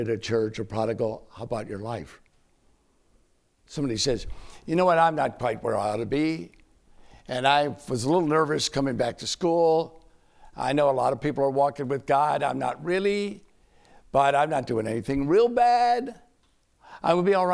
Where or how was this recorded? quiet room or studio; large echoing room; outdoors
large echoing room